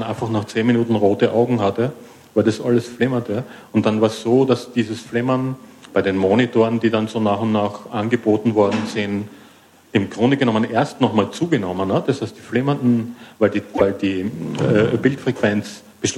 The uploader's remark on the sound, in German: Ein Live-Podcast von der re:publica 08 Konferenz in Berlin.